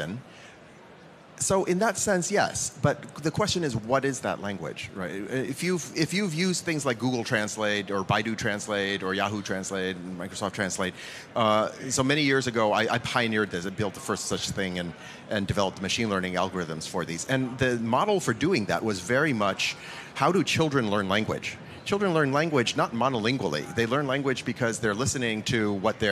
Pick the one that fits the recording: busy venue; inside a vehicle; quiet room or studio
busy venue